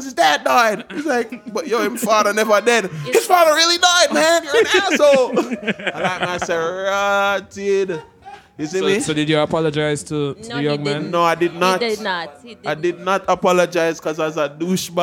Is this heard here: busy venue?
yes